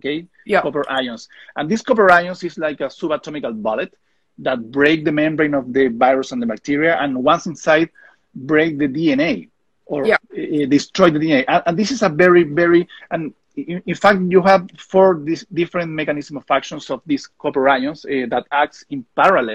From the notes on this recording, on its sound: This podcast is a recording of our weekly Instagram Live interview